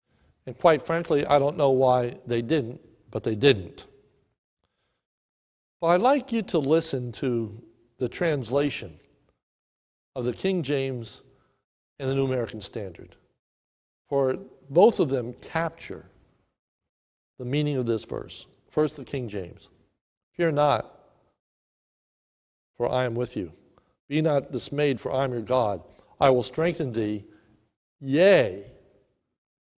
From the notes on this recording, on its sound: This is a sermon recorded live at the Lebanon Bible Fellowship Church in Lebanon, PA